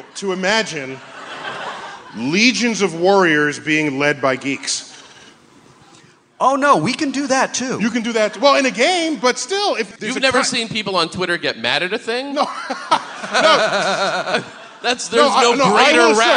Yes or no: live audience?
yes